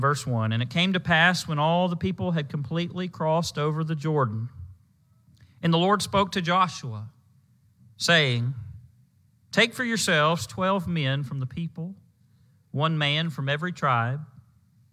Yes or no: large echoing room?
yes